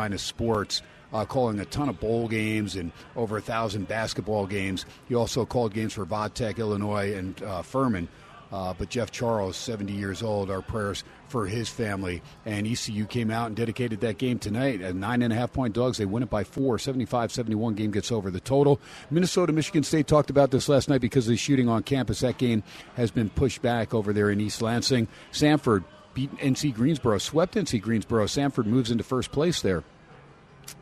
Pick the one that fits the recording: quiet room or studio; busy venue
busy venue